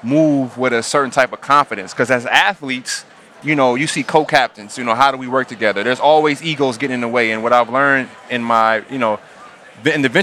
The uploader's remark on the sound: Live from San Francisco. The three of them sit down at Salesforce's massive tech conference Dreamforce.